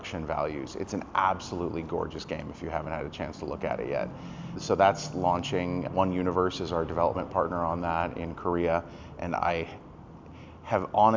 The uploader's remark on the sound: This sponsored episode is recorded live in downtown LA.